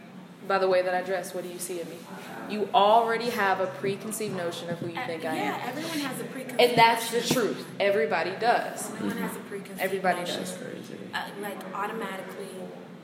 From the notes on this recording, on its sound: Apologize for the background noise.